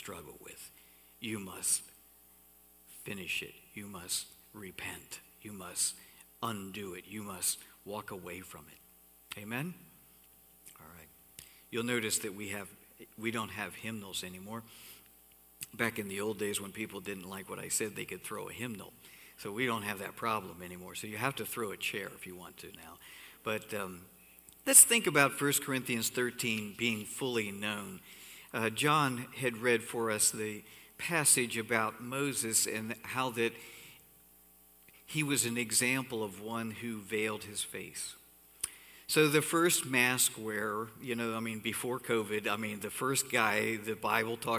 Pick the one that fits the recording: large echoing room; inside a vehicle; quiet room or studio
large echoing room